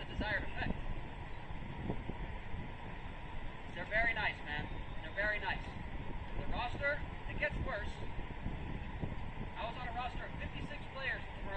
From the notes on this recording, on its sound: I apologize for poor/low Audio quality — it was filmed with a VEO camera